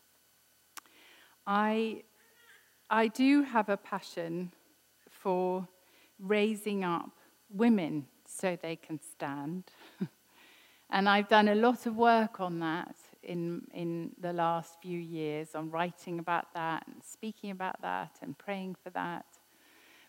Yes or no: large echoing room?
yes